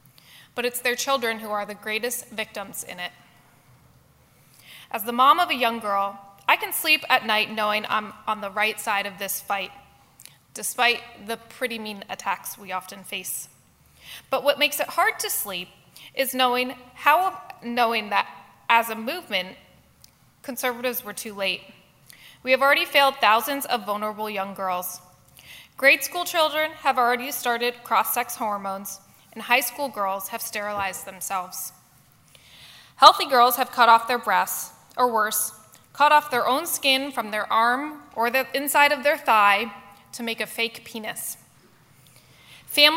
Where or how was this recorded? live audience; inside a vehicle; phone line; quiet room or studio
live audience